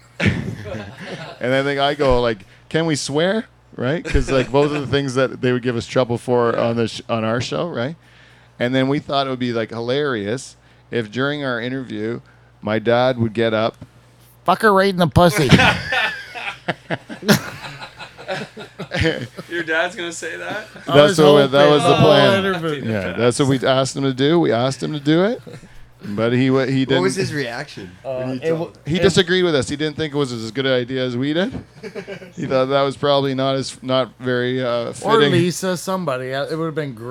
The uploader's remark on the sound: The Dutch Hall crew complete with a studio audience.